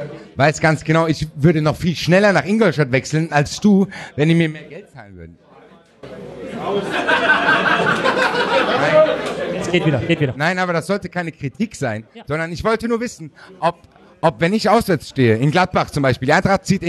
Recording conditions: live audience